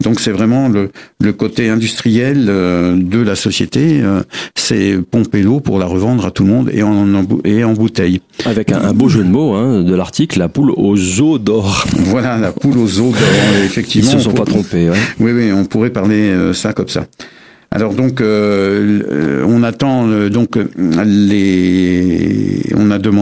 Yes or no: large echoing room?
no